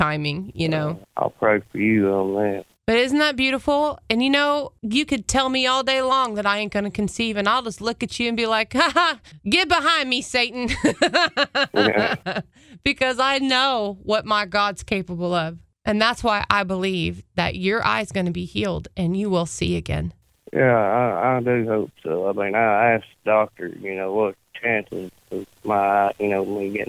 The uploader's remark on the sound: This time she takes a very personal phone call with one of her favorite callers and friend.